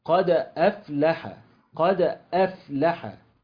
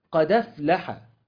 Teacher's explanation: لكن في قراءة النقل ننقل الكلمة، ننقل هذه الحركة اللي هي الفتحة إلى الساكن قبلها، فنقول قد أفلح، تنقل حركة الهمزة وهي الفتح إلى دال قد، وتسقط الهمزة فيبقى اللفظ بدال مفتوحة بعدها فاء ساكنة · Shown in: second take